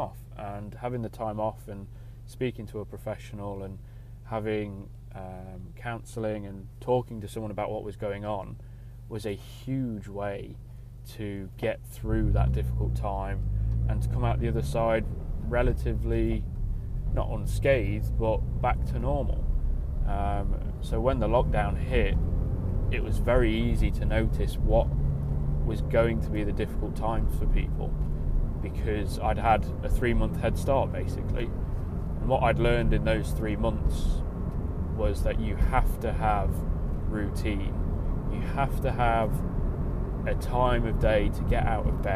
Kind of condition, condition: setting, inside a vehicle